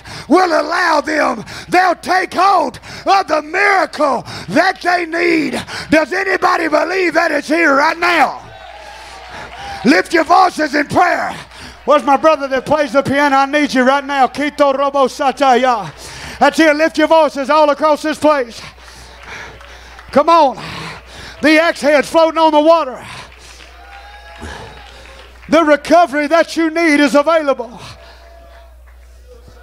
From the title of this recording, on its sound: Tent Revival Night 1, Oct. 7, 2022